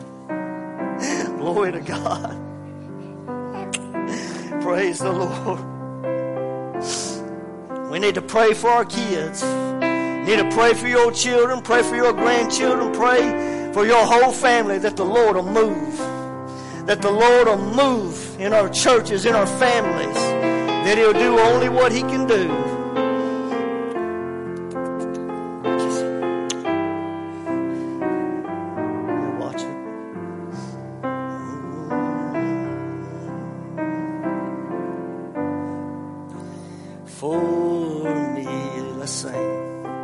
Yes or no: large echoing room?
yes